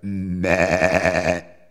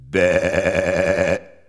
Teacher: reemplazaba el ataque bilabial nasal por un ataque bilabial fricativo laríngeo · Shown in: second take